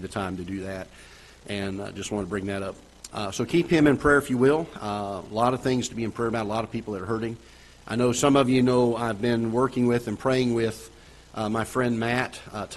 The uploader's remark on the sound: Ketha Heights Baptist Church ~ Live Broadcast